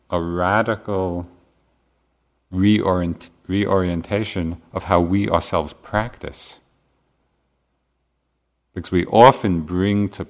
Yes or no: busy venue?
no